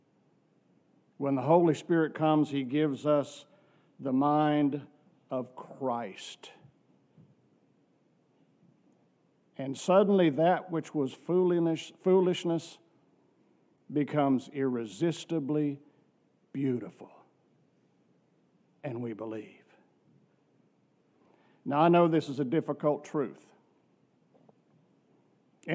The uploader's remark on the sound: from our worship service on November 26, 2023